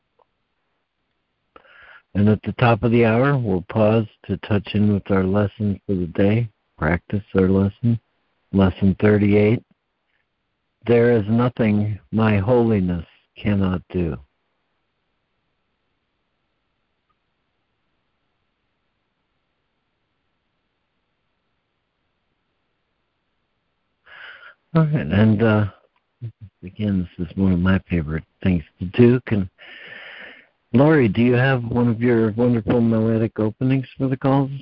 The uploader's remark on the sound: ACIM Daily Conference Call.